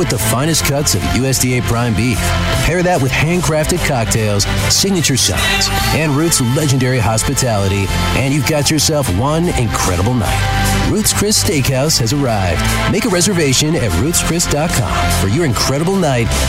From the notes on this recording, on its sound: It's day 2 of us broadcasting live from the Midland Country Club as the Dow Great Lakes Bay Invitational two-person event takes place this week starting Wednesday.